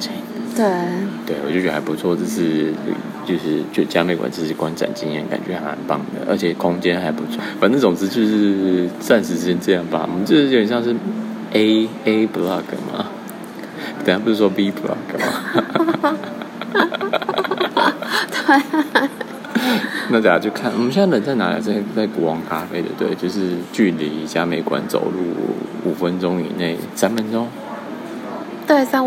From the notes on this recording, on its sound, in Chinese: 收音爆爛慎入。前往嘉義的火車上臨時起意，直接很暴力的用手機錄了這集。